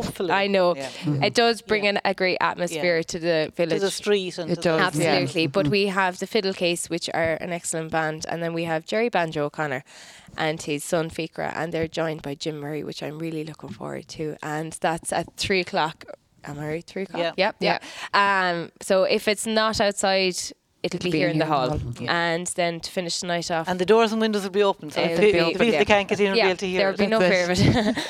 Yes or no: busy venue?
yes